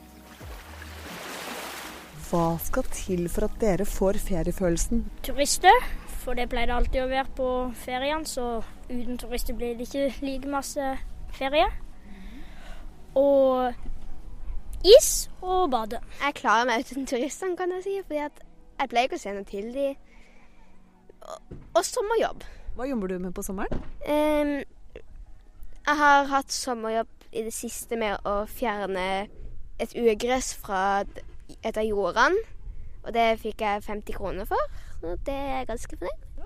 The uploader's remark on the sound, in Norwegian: Vi intervjuer fire barn på en bryggei Lindesnes med lyden av bølgeskvulp og båter som vugger på vandet.